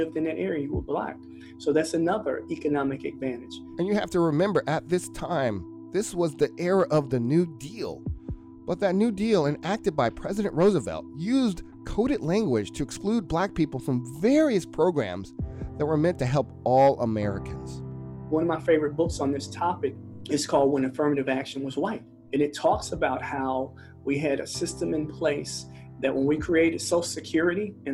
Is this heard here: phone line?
no